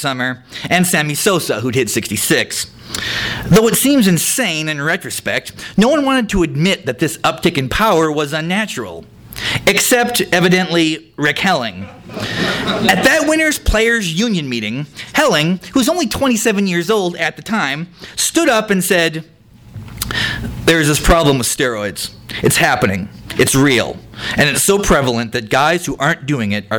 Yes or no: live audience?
yes